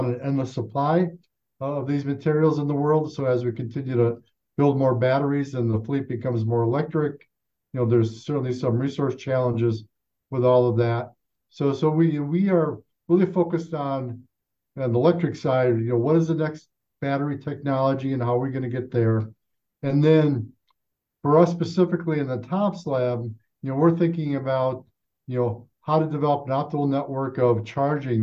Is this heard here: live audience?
no